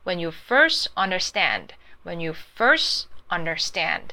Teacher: first 后面那个 t 通常你会把尾音省略掉